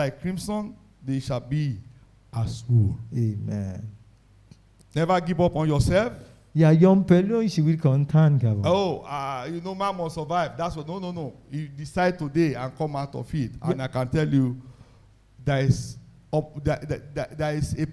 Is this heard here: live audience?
yes